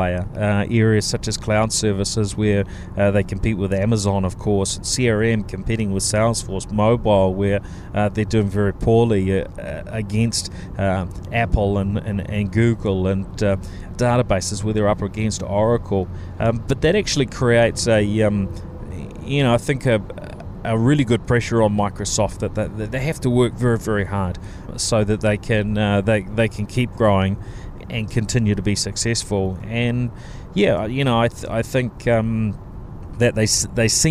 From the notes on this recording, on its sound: This episode comes from Microsoft’s Worldwide Partner Conference